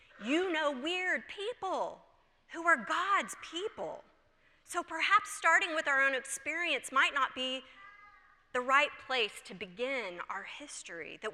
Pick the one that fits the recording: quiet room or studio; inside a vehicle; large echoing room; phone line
large echoing room